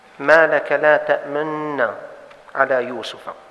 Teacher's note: هذه النون المضمومة أدغمت بالتي بعدها فتعطي شفاهك، تضم كأنك تنطق بضمة بس أنت لا تخرج صوت الضمة.